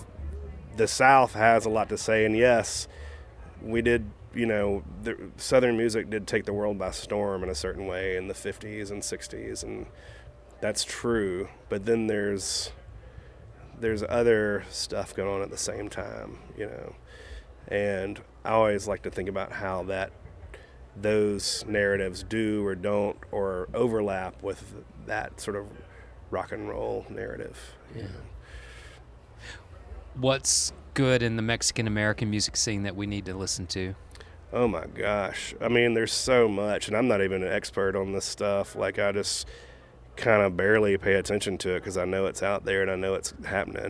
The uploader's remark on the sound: Took place in mid May 2023 at the Albino Skunk Music Festival in Greer, SC. Played a solo set on guitar. Features excerpts of music from his live set.